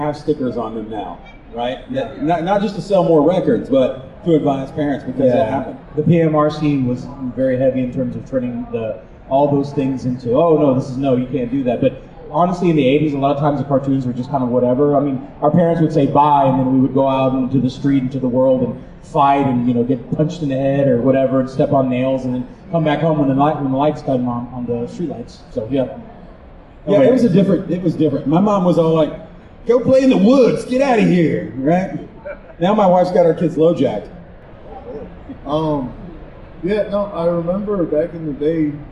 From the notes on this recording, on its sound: Live from Comicpalooza 2023. Engaging the audience to also take part in our conversation.